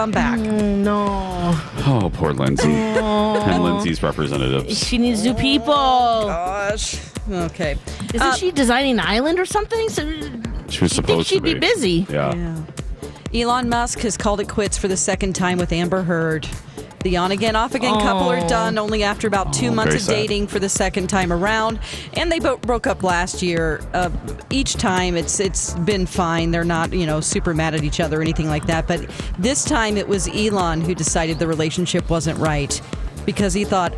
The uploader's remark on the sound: broadcast live from the AC Hotel for the Superbowl